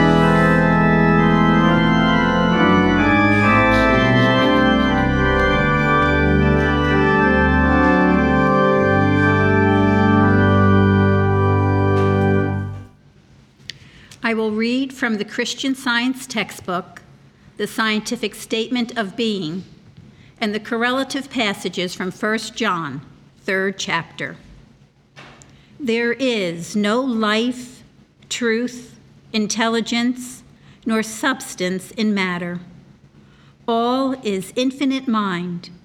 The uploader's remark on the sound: The Sunday service audio